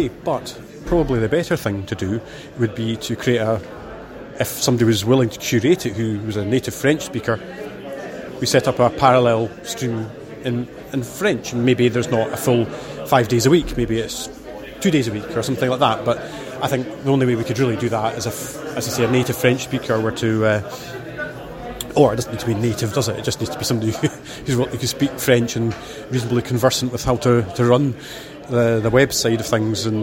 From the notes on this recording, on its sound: FOSDEM first impressions. This audio is recorded in snippets in between manning the stand and gives some off-the-cuff observations from a FOSDEM noob.